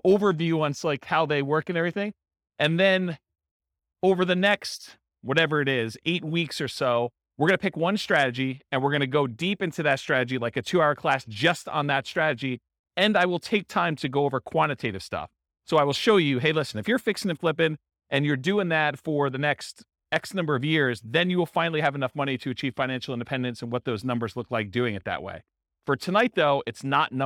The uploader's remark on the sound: This was a live class recorded. In Gilbert, Arizona.